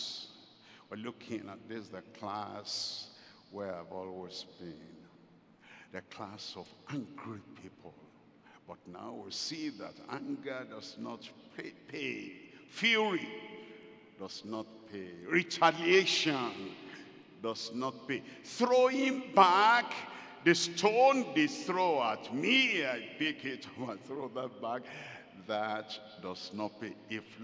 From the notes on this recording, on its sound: At the 50th Anniversary Celebration Service live from Deeper Life Bible Church Headquarters, Gbagada, Lagos, Nigeria.